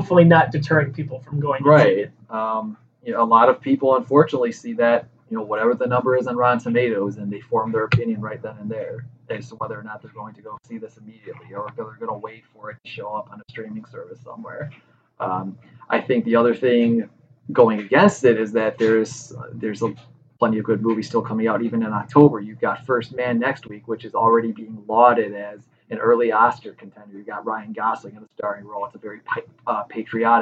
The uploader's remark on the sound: Our audio files unfortunately became corrupted, so the sound quality is on par with that of the film's.